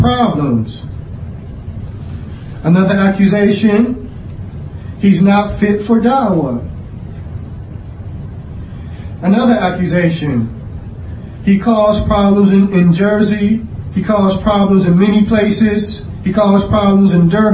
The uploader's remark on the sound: Clip taken from, Repelling Corrupt Principles Ascribed To Salafiyyah Conference 2019 (Lecture given at Masjid Ahlil Hadeeth, Philadelphia, Pa).